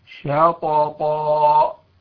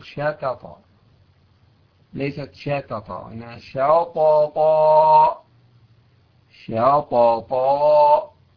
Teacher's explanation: إذا تكررت الطاء وجب بيان الطاء الأولى والثانية وإيضاحها